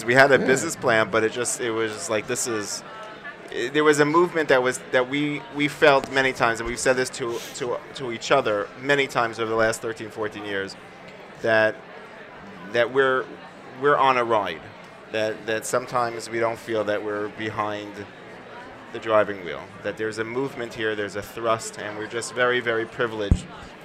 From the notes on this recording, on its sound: Broadcasts live from the Nefesh B'Nefesh Aliyah Mega Event at the Crowne Plaza Times Square in New York City.